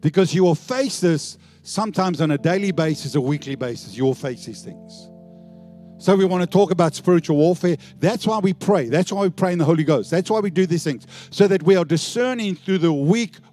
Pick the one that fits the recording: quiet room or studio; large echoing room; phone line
large echoing room